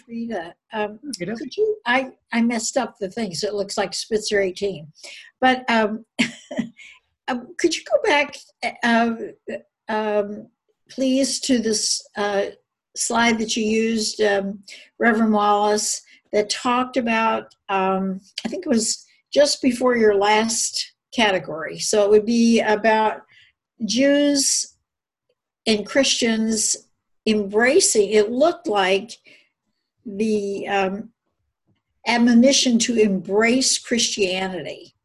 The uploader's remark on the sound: Interfaith Zoom Class. Our interfaith gatherings involving Temple Israel, Christ Presbyterian Church and Holy Trinity Lutheran Church.